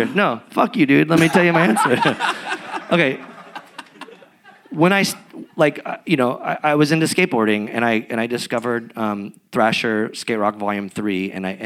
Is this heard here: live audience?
yes